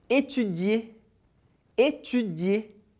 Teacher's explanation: Perceba que o R do final ele não é pronunciado, tem o som de E.